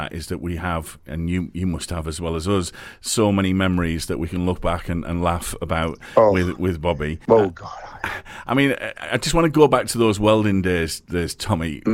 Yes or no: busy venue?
no